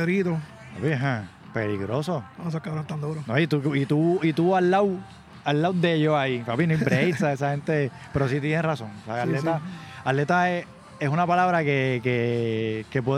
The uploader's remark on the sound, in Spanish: Un podcast “live” que se hizo en pleno evento.